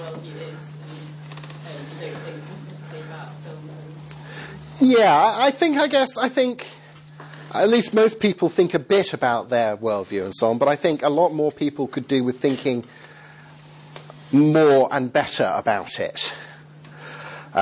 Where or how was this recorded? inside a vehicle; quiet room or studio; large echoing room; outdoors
large echoing room